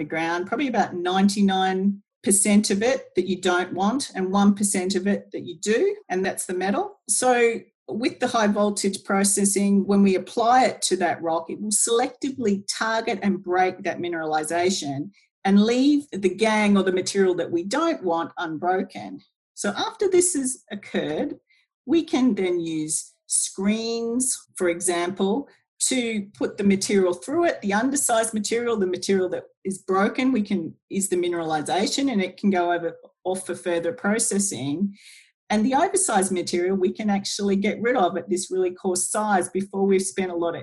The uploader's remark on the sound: (via Zoom). Using the power of Zoom.